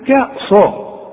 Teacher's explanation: الأول أرقق الكاف وبعدين أفخم الصاد